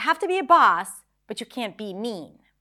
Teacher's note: So even though mean is not high in pitch, it's still stressed because it's emphasized. It's longer, more volume, which is another way for us to stress words in English. You have to be a boss, but you can't be mean.